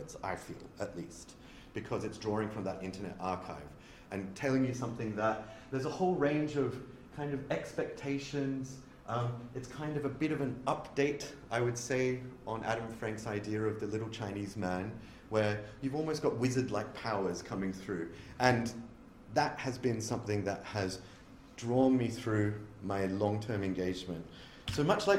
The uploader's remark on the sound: A talk given at the 2023 Martial Arts Studies Conference.